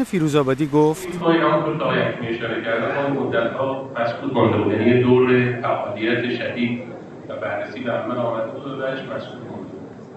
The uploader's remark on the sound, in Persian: این شماره از رادیو پیوست باعنوان آخرین تلکام پاییزی در حاشیه نمایشگاه تلکام 2017 ضبط شده است.